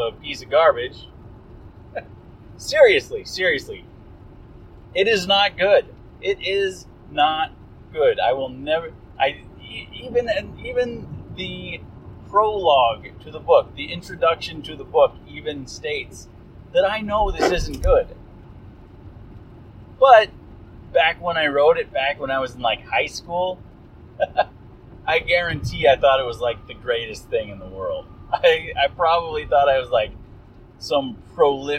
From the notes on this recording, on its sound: Drive Time Special! Apologies for the audio, listen at your own risk.